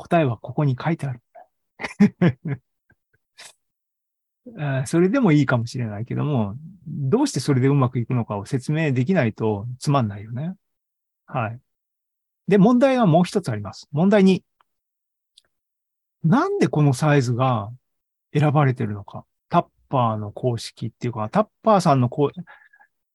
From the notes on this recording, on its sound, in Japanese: ２０２２年１１月３０日に開催した ZOOMライブの模様です